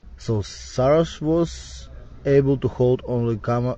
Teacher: he ends was with an S instead of a Z sound. That S should be pronounced as Z.